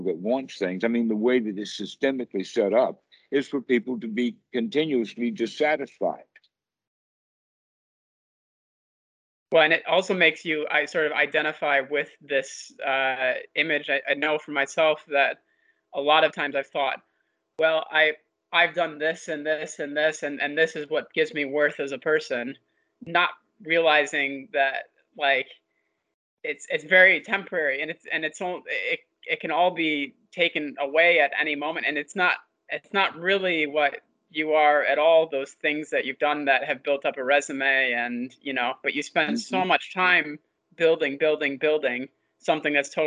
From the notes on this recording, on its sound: skype calls on this channel